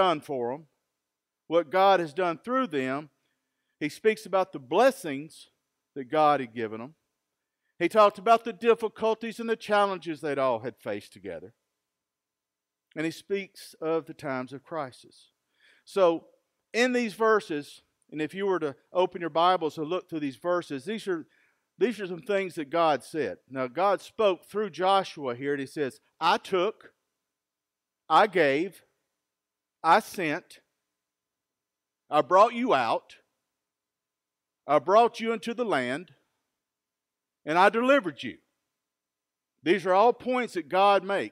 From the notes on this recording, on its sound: Recorded live at Freedom Fellowship in Tontitown, Arkansas